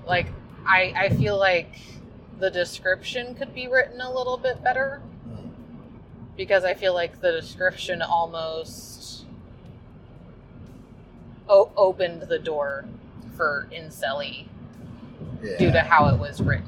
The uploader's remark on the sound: Caution, recorded on the drive home, our voices might sound unusually tinny.